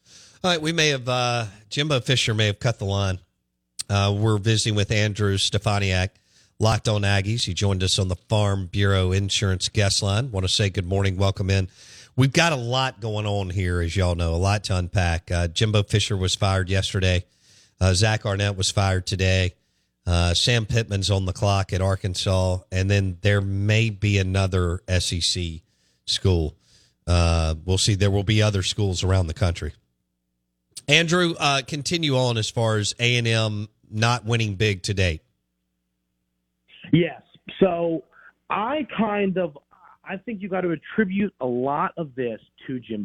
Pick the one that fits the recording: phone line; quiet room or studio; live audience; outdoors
phone line